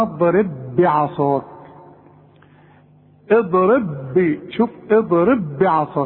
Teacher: البه الثانيه اي مكسوره وعليها الشده تبقى متحركه. ادغم البه دي في البه دي، خليها به واحده، اوعى تقلقلها